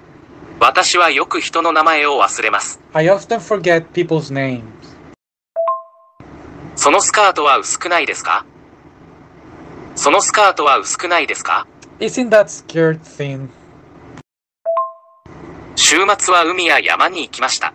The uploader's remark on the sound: audio is bad